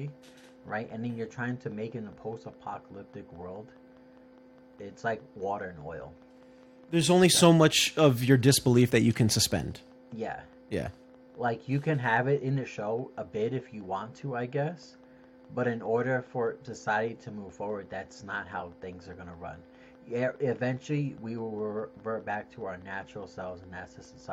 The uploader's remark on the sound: All the while battling technical issues.